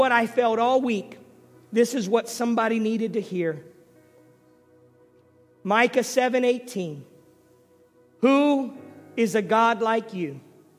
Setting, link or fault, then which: setting, large echoing room